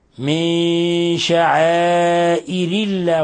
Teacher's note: إذن نقرأها هكذا من شعائر الله، ولاحظ إخلاص كسر الراء، ينبغي تبيين كسرة الراء وإخلاص كسرة الراء